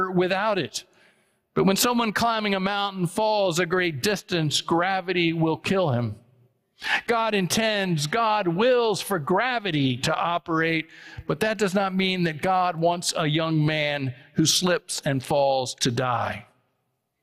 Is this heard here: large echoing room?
yes